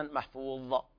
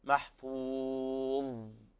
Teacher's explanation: نقف عليها بالسكون ويجري فيها الصوت لأن فيها رخاوة ولا نقلقلها · Shown in: second take · بعض الناس يقرأ لحنا محفوظ يقلقل الضاء، هذا خطأ، محفوظ هكذا حتى ينتهي الصوت.